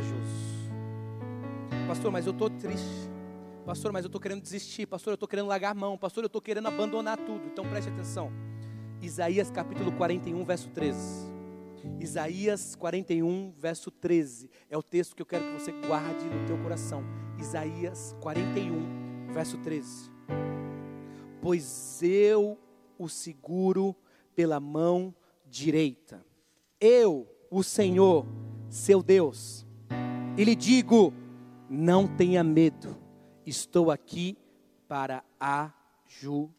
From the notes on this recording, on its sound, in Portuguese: Mensagem gravada no culto da QUINTA PROFÉTICA na igreja Batista da Lagoinha Rio Claro